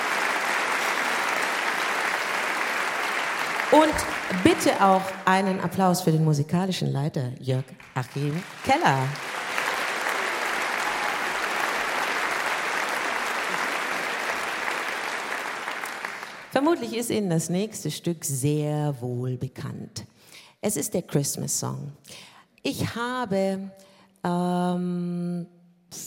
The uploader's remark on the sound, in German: Mitschnitt des Konzertes vom 21. Dezember 2022 aus dem hr-Sendesaal in Frankfurt, Teil 1.